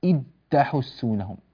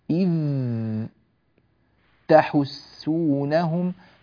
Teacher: إذ صوتها حرف رخو يمتد · Shown in: second take